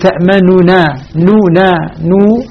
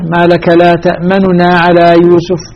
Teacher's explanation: أن أنطق بالنون بالضمة بثلثي الضمة · Shown in: second take · يعني الباقي منها أكثر من الذاهب. · Term: نون مختلسة